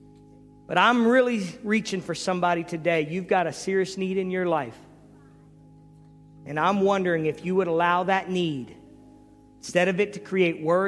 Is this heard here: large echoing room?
yes